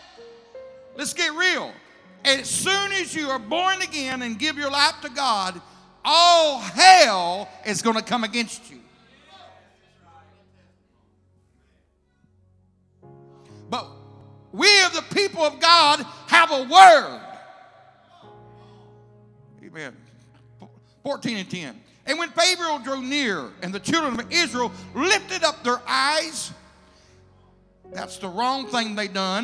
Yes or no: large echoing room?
yes